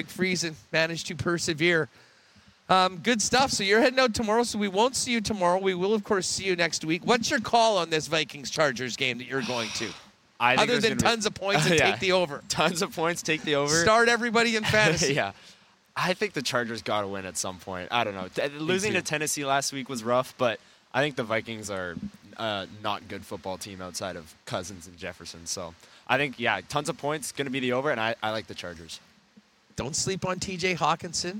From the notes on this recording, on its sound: Live at Winnipeg Jets Training Camp Day 2. They are live from the hockey for all centre for Day 2 of Winnipeg Jets Training Camp.